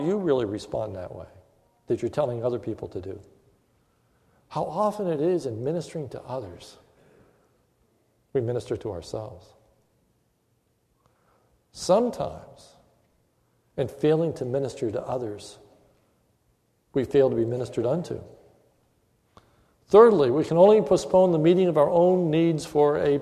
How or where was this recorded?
large echoing room